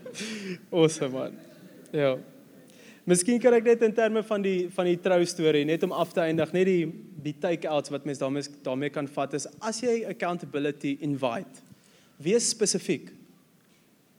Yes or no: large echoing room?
yes